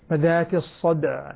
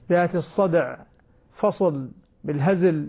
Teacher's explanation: يعني هنا في عندنا ساكنين وراء بعض يعني متجاورين، بذات الصدع نقلقل الدال مع التمكن من التسكين · Shown in: first take